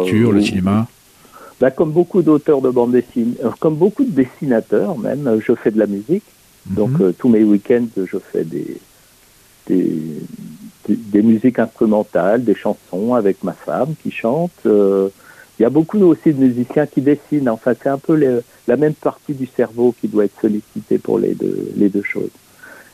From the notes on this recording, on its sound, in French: reçoit par téléphone le dessinateur